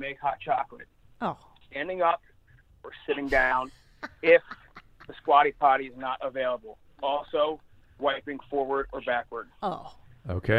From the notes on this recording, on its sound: Being able to take your live calls is a fun new part of the show.